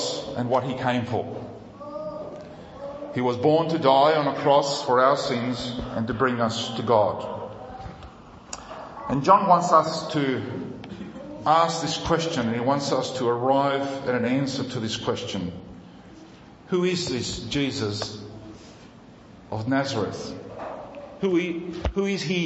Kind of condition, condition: setting, large echoing room